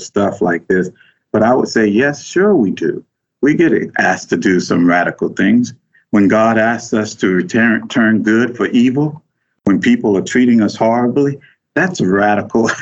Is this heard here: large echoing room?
no